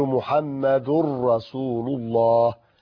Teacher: تنوين إضغام بمعنى أنك قلبت نون التنوين راء ثم أدغمتها في الراء بدون غنة · Term: إضغام بغير غنة